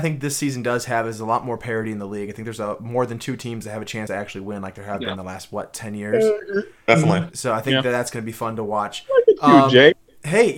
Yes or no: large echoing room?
no